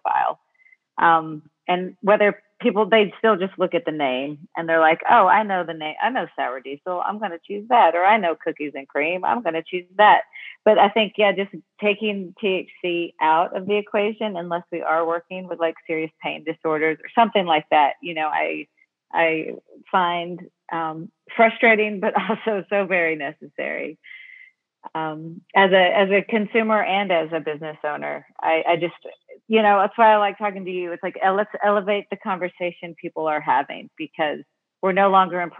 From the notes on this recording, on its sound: a phone interview